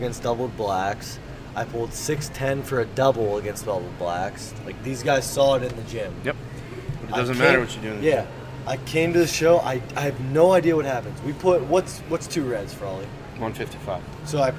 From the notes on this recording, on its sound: The 580 Show is back, live from the AIRPORT!